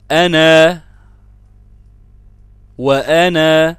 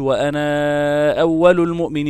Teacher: إنما عندنا هنا في حفص ماذا يقول، وأنا أول المؤمنين، يفتح فقط النون فتحا في حالة الوصل وفي حالة الوقف يثبت الألف في أنا في كل القرآن الكريم · Shown in: first take